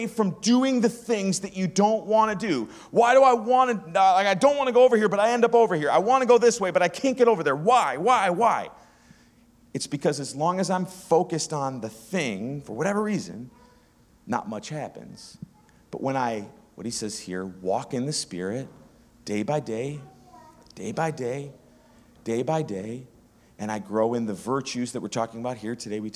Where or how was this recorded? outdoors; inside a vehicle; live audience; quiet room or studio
live audience